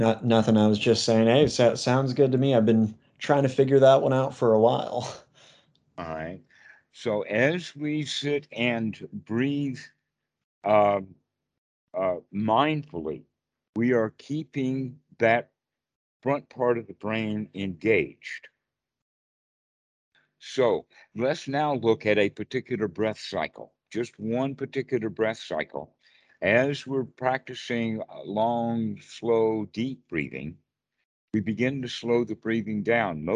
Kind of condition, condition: link, video call